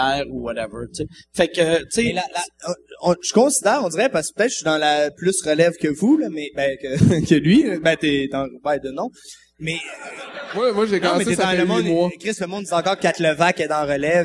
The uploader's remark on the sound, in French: Cette semaine Sous Écoute se transporte au festival ComediHa à Québec pour un épisode tout spécial.